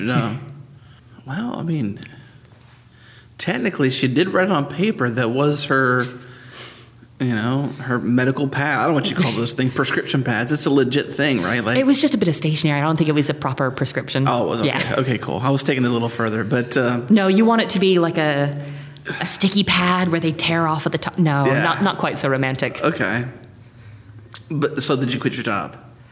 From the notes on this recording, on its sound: on location at ZEIT Day